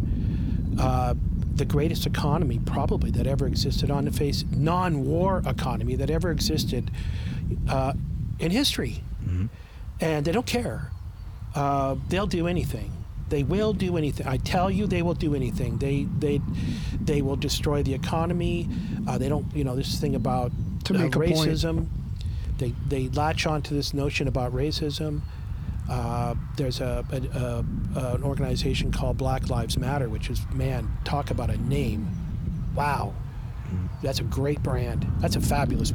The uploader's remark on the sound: Our apologies for the wind noise!